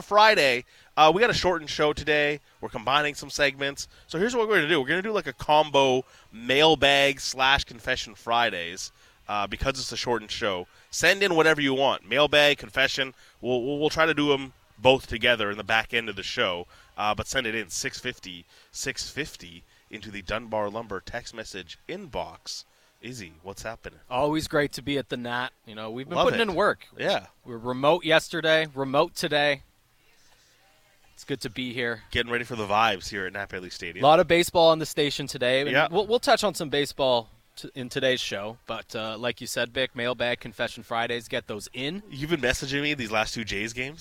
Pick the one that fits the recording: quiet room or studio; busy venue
busy venue